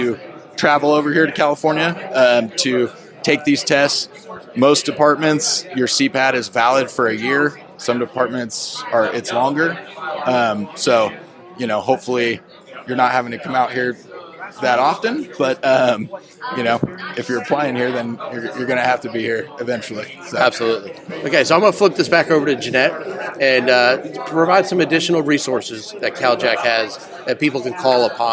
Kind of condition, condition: setting, busy venue